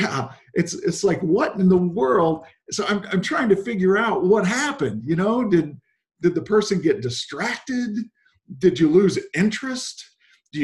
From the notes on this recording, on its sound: Zoom Sunday 11/29/20 (Audio).